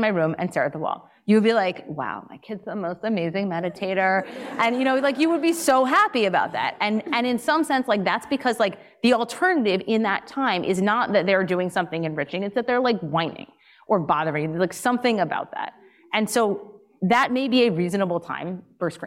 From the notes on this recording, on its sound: Today’s episode is an audio recording from one of my recent appearances in Montclair, New Jersey. It was an amazing night.